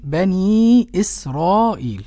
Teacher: طبعا يا بني ده لجميع القراء مد الطبيعي حركتين، المد المنفصل هنا بقى قرأه بالمد الطويل أي 6 حركات